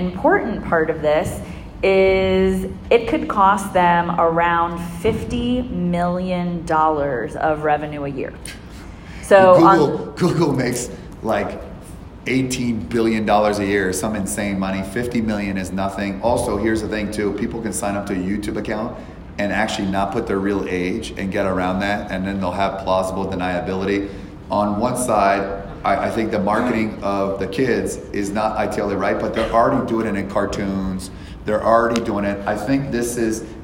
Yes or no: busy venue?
yes